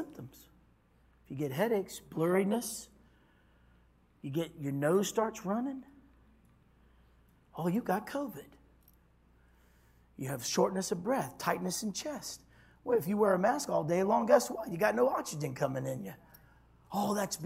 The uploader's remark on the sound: this was recorded on Wednesday at Abundant Living Ministries